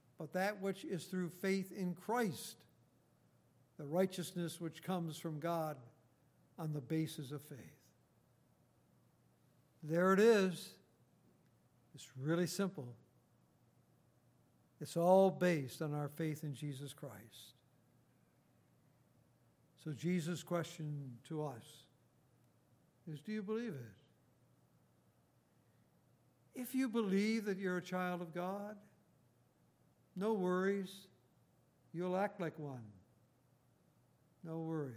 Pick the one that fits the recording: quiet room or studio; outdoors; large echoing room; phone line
large echoing room